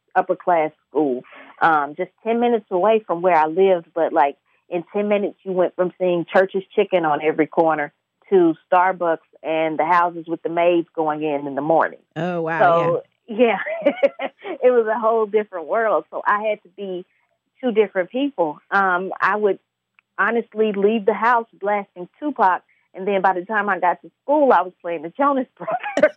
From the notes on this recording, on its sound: via phone line